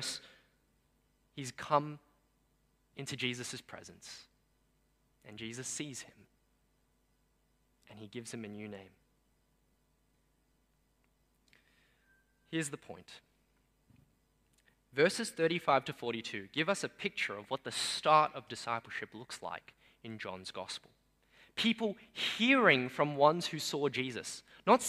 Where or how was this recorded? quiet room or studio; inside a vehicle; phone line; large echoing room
large echoing room